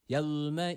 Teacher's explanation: Burada keskin olan z harfi yok. Peltek olan z harfi var. Dilimiz dişler arasında ileride. Yevme izin.